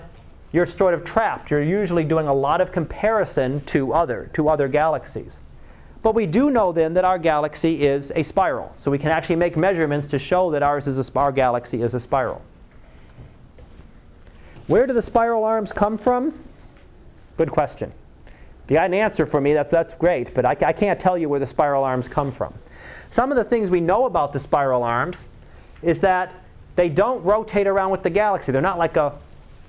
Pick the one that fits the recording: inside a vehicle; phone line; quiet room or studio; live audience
live audience